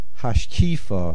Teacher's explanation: the main accent is on the kuf, hashkifa, even though you see the Talisha Katana at the end, the main accent is on the kuf.